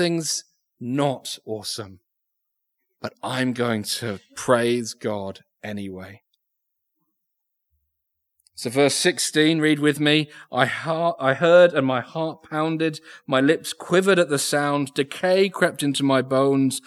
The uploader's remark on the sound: Recorded Live Sermon from Binscombe Church (BWS).